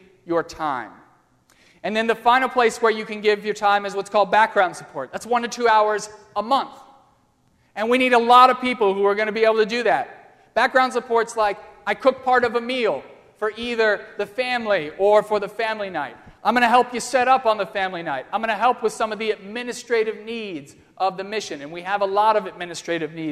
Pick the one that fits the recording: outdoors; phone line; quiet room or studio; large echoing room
large echoing room